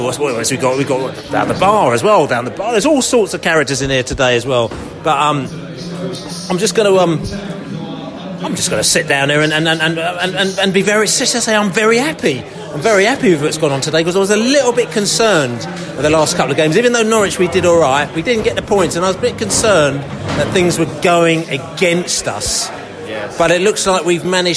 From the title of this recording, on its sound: post-match podcast from the pub